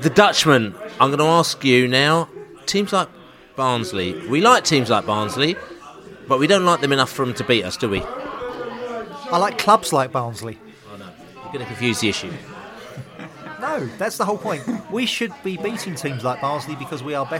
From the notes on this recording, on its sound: Pre-Barnsley Podcast from the Pub.